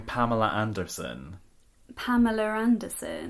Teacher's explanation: So you're sticking an R in between those two words to sort of bridge between the two A's. But I'm also not pronouncing the R in Anderson.